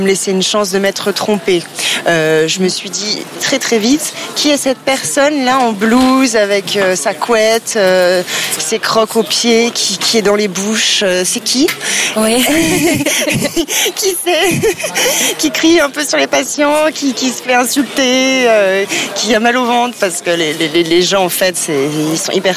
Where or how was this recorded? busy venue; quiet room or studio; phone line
busy venue